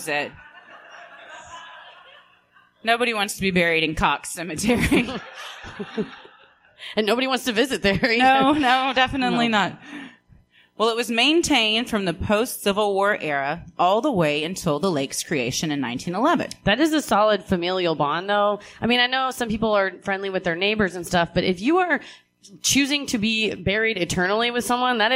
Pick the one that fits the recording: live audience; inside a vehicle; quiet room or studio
live audience